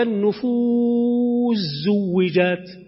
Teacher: السين قريبة من الزاي، كلاهما حرف أسلي، كلاهما من أسلة اللسان، فإذا التقيا التقى متقاربان أسكنت السين وذابت، أدغمت تماما، تحولت إلى زاي · Term: المتقاربان